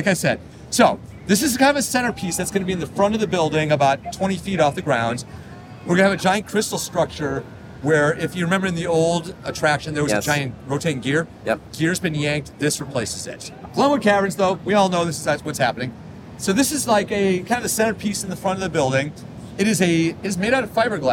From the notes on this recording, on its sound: This interview was recorded during the IAAPA Expo on the show floor.